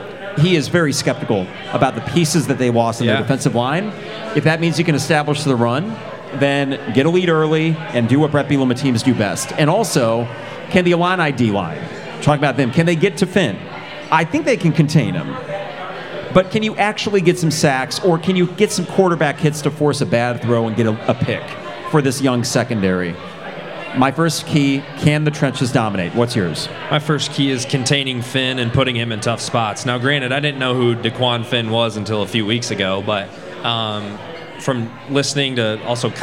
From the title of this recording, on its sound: Live from Pour Bros. Craft Taproom